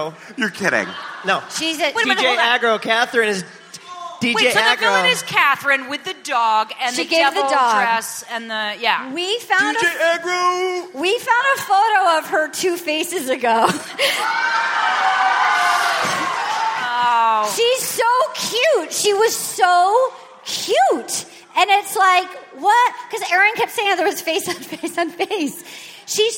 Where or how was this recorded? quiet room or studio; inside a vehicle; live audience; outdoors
live audience